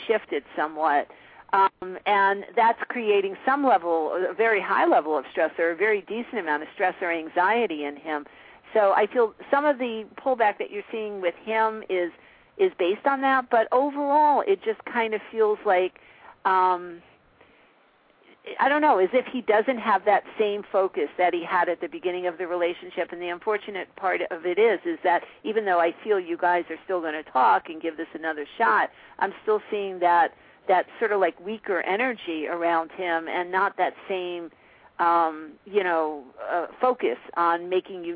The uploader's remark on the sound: live call-in radio talk show